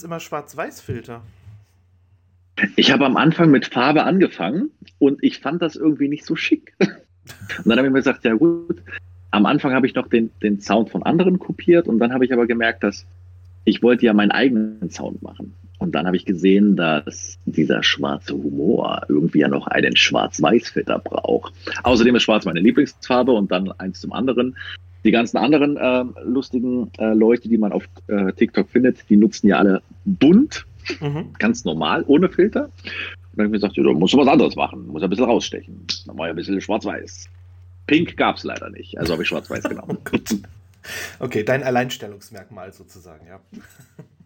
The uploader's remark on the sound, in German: In unserer Sendung "Social Media Inside" auf moin.fm. Das Interview fand via Discord statt, daher kann es zu einigen Tonveränderungen kommen.